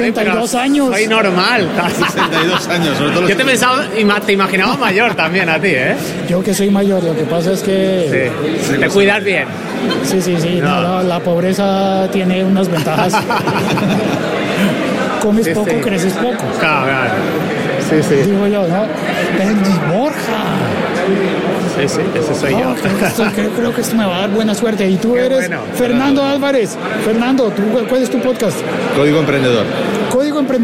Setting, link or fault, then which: setting, busy venue